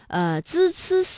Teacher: 发音的时候啊，这舌尖是平伸的，是抵住上齿背或者是下齿背，控制舌尖不要抬起 · Term: 平舌音